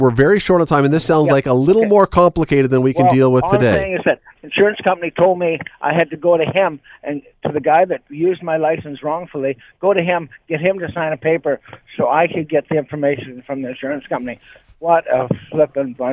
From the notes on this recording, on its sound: opens the phone lines and lets callers talk about whatever they want